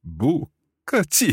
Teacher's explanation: second tone and then two fourth tones